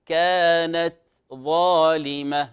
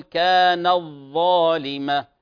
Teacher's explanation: لاحظوا التاء همس صوت خفيف ولا تجانس بينهما · Shown in: first take · Term: التاء الهمس